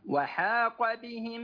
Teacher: يعني عندك الحاء مرققة والقاف مفخم